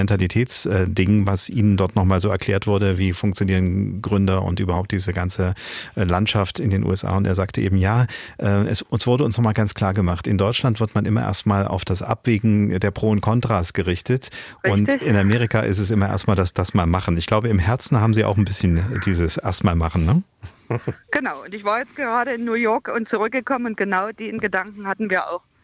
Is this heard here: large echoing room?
no